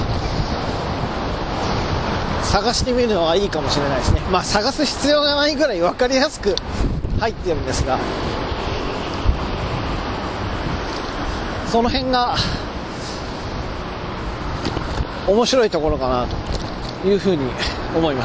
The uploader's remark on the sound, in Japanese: 自転車に乗って移動しながら。やっぱり聞きにくいので。